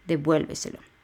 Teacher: Y el acento va en la E de vuel.